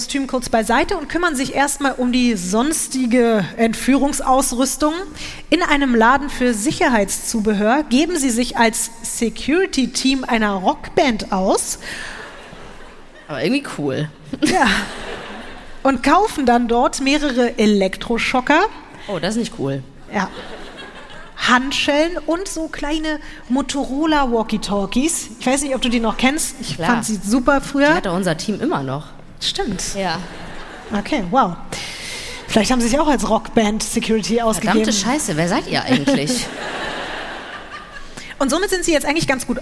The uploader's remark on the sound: LIVE in Düsseldorf